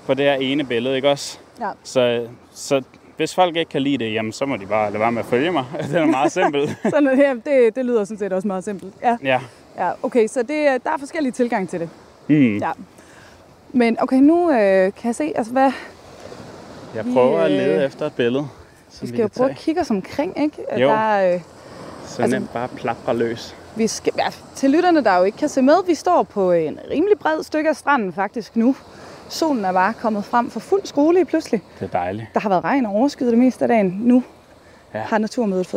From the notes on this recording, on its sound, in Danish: I dagens afsnit bliver lytterne inviteret med til årets naturmøde i Hirtshals. Sneget sig til et hemmeligt møde i klitterne ved Hirtshals. Låne sofaen på Lifescenen. Til en times livesending.